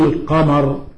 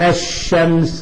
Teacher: الحرف الذي بعدها، كما تدغم لام الشمس في الشين. فهنا لاحظ لما نقول القمر ظهرت اللام، وهنا لما نقول الشمس غابت اللام